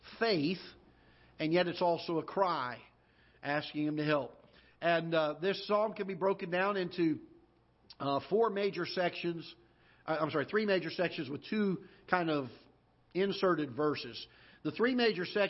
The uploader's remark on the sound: Ketha Heights Baptist Church ~ Live Broadcast